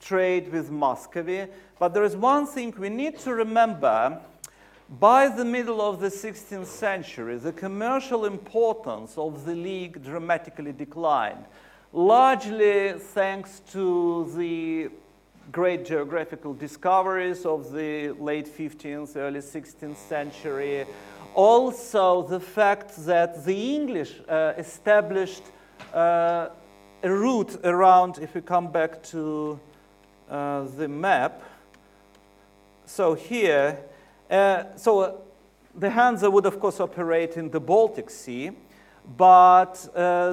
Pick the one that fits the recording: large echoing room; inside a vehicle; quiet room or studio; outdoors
large echoing room